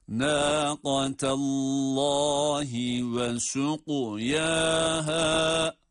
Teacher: kaf harfini hem kalın hem de kalkale yaparak okuyoruz.